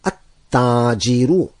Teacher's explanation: Whereas with the sun letter, we don't pronounce the lam, because if the first letter of a word is a sun letter, we would find a tajdeed on the first letter of the word.